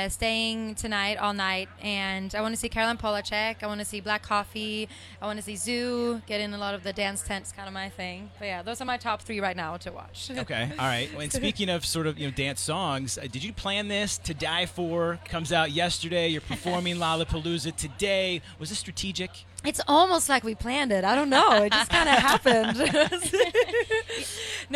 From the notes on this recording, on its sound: The MIX is live backstage at Lollapalooza 2022!